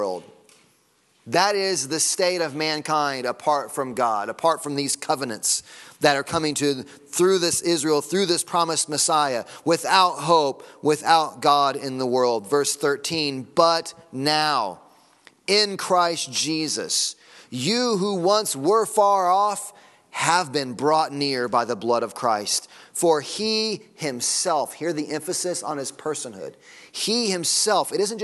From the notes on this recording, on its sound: Sunday Morning Sermon Audio